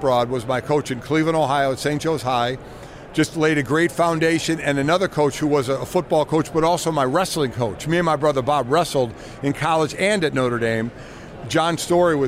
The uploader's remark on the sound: live from radio row for Super Bowl LVII